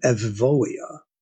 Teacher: The taking of the upsilon and making it a V sound or a vav sound, this is a later addition.